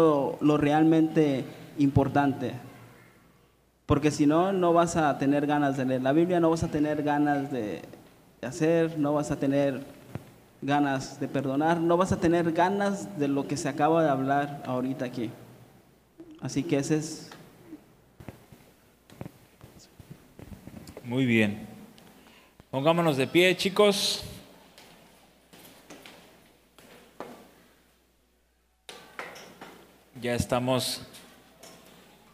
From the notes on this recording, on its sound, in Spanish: Este podcast fue grabado de un panel de preguntas y respuestas, esto en la reunión mensual de Juventud Zeteo.